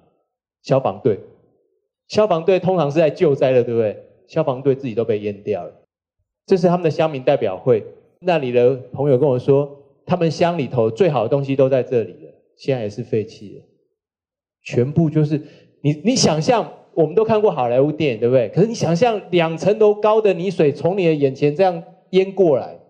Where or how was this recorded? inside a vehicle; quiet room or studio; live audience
live audience